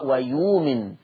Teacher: حكم الهمزة الساكنة إبدال عشان قبلها ياء. طب وتبدل إيه؟